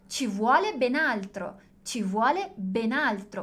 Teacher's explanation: A gente tem esse ben, que aqui é uma redução do bene, né?